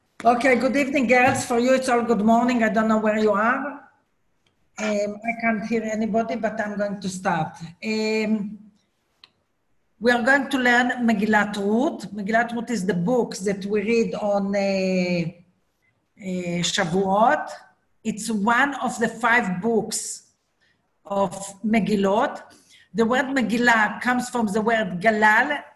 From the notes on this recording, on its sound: Zoom Class